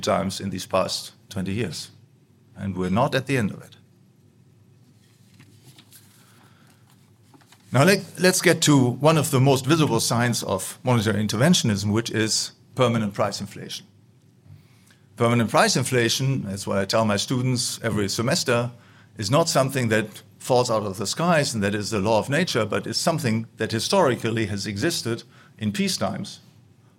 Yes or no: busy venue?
yes